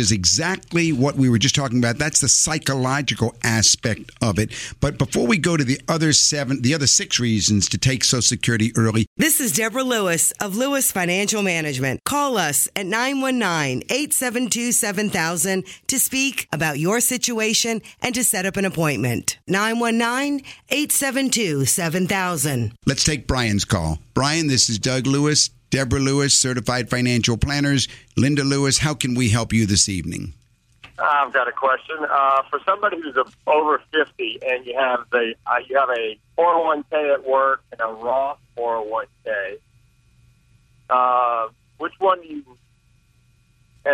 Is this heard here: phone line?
yes